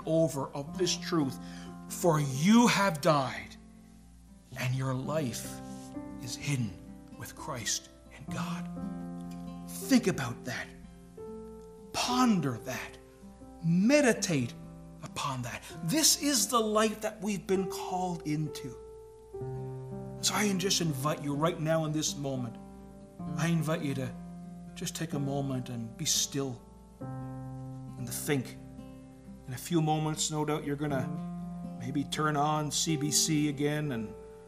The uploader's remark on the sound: Filmed for a service at Philpott Memorial Church in Hamilton, ON.